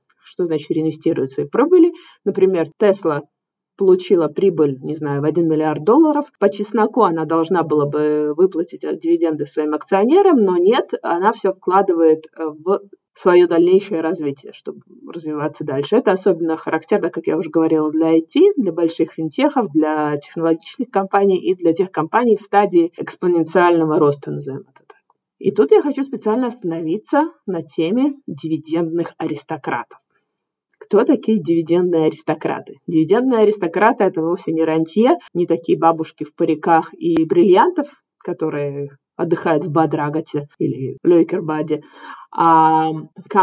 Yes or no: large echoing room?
no